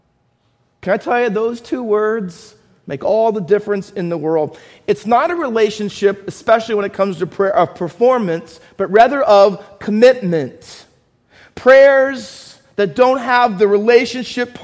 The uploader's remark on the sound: Faith Baptist Church in Hamilton, NJ.